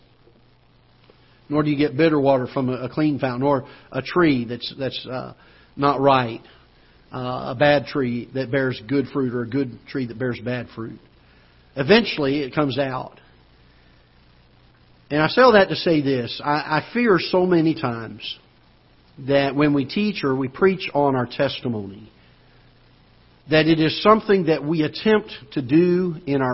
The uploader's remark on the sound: Ketha Heights Baptist Church ~ Live Broadcast